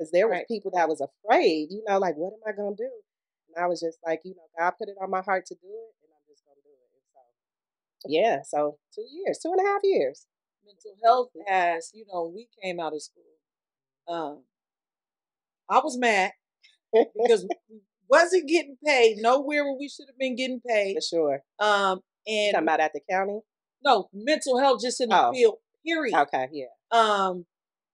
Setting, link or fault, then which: fault, poor sound quality